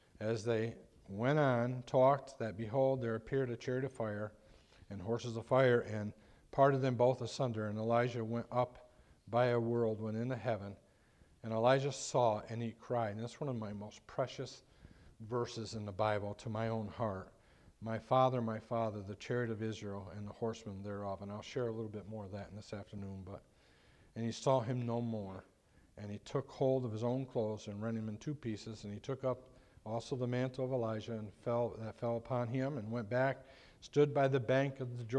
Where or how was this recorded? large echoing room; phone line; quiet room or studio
large echoing room